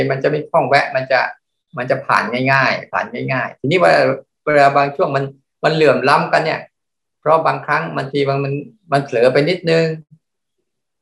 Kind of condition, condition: link, video call